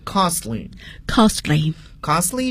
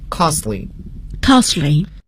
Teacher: 你会发现 T 这个爆破音似乎被省略掉了